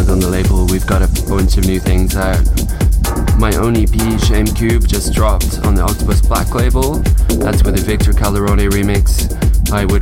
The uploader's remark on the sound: Live At Off Sonar